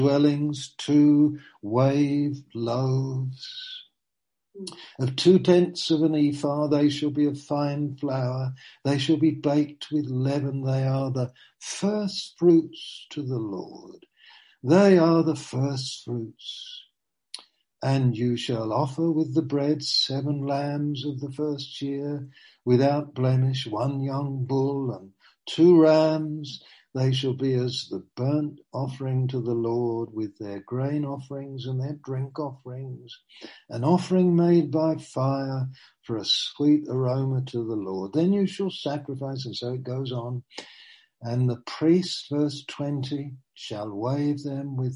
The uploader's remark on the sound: (Zoom) - Teign Valley Sessions - 19:00